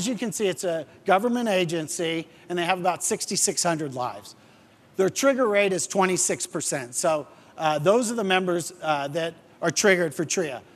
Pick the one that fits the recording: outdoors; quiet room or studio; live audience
live audience